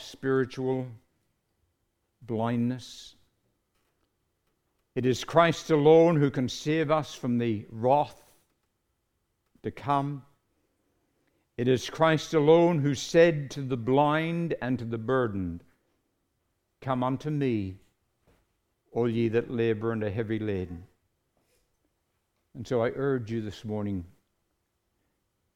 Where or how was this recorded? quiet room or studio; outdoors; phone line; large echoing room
large echoing room